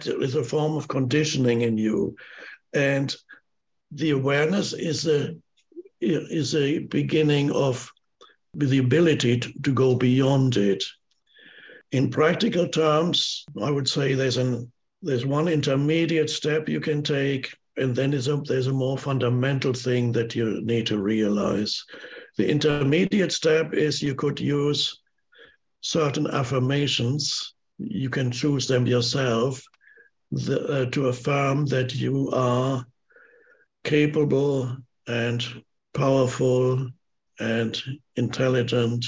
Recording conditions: video call